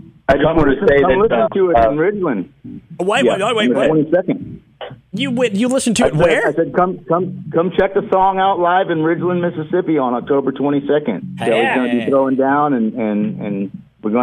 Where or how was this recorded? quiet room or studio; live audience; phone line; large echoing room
phone line